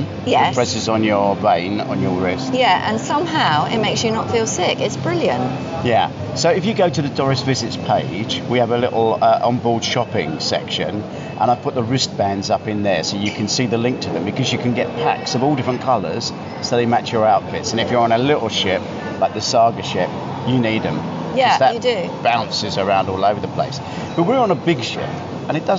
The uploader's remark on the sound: This week the podcast is recorded at the Time Out Market in Lison, or do we have to say Lisboa?